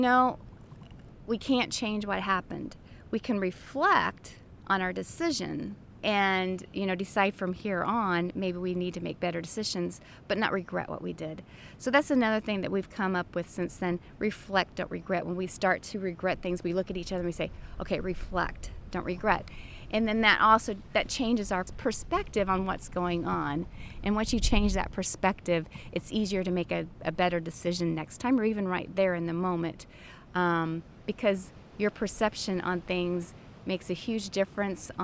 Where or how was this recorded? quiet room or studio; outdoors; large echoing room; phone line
outdoors